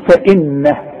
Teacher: فانه ده وقفت، انا بعلمك ازاي تقف وازاي توصل وقف اضطراري، تقول فانه، لكن انت ملاحظ ان النون لازم تغن لان عليها الشدة، اذا عند الوقف وعند الوصل.